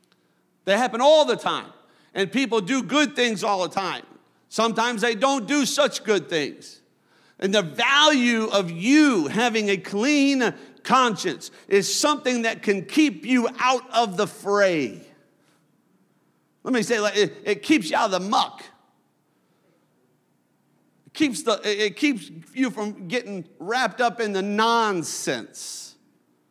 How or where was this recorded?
large echoing room